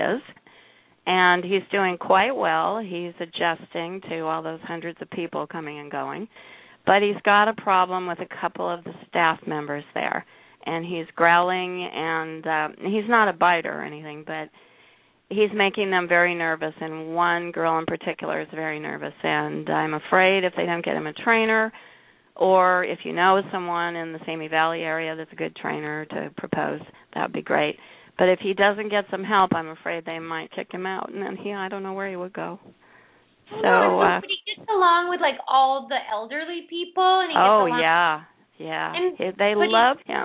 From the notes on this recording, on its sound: open up the lines for listeners to call